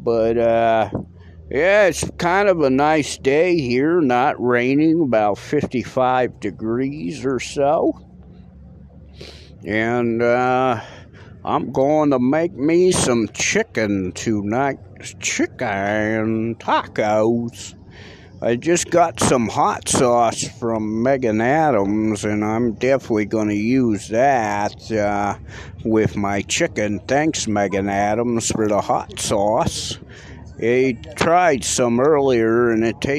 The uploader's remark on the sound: Live on the street first time for that